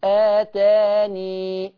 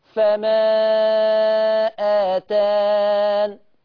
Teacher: يعني تقف يا تثبت الياء يا تحذف الياء، الاثنين في الشاطبية · Term: الحذف والإثبات